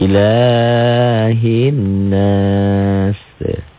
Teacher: Berbaris fathah dengan alif. Jika berhenti membacanya, ilahin nasi ini dibaca lebih panjang 5 harokat.